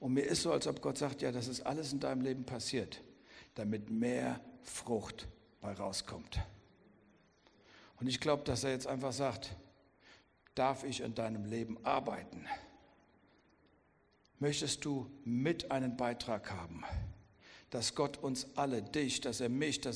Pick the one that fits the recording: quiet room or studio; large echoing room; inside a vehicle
large echoing room